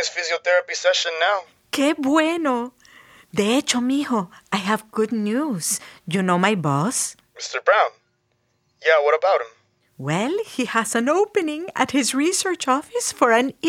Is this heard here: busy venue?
no